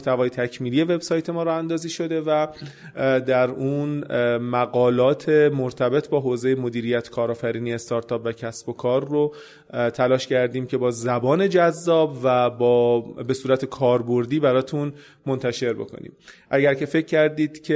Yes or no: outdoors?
no